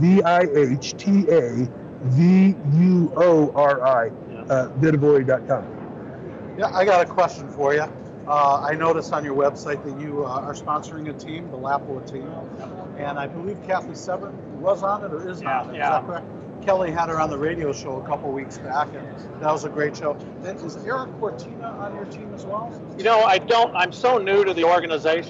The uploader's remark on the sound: LIVE AT SHOT SHOW 2018! LIVE from the McMillan SHOT SHOW 2018 booth!